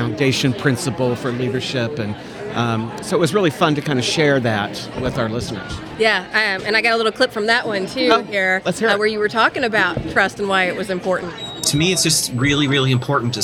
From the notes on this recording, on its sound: Celebrating 100 at the Missouri State Fair. With a live broadcast at the Missouri State Fair on August 17, 2023. With special guest appearances by colleagues, fans, and one adorable little guy.